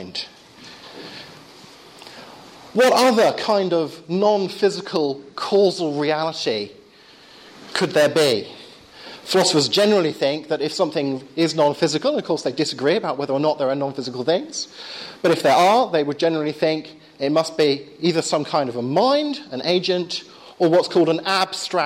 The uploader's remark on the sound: Lecture with Q&A at Exeter School (June 13th 2011).